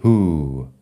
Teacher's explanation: La H se aspira, la W no suena y la U es larga. Who, bueno, la U, la O suena como si fuera una U larga.